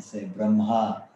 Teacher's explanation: We put the the H is before written before the M, but most uh, Indian people pronounce it as if it was written MH, mm. a Mahaprana M.